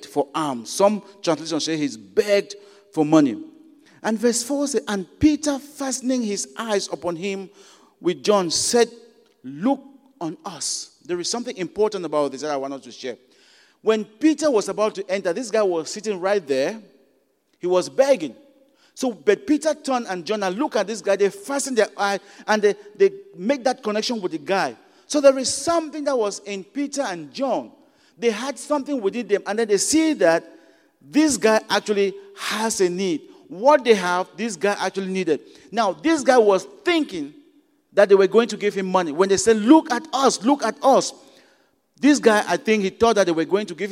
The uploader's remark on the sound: at Broadway Baptist Church, Lexington, Kentucky